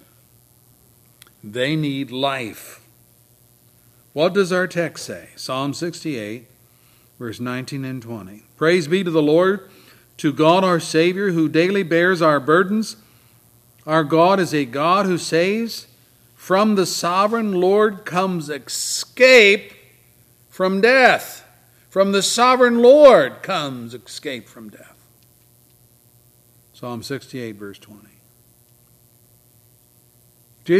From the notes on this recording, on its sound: services recorded at Thornville Baptist Church